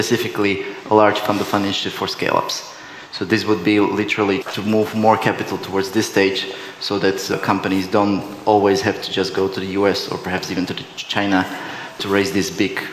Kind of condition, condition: setting, busy venue